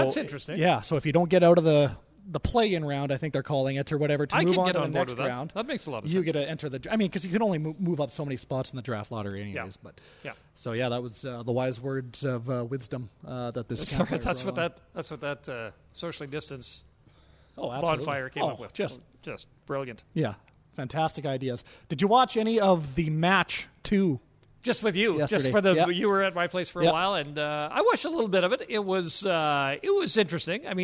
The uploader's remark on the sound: broadcast live from Wendel Clark's Pub and Grill in Saskatoon